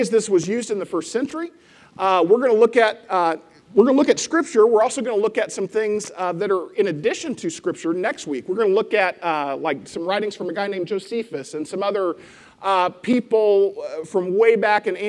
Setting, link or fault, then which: setting, large echoing room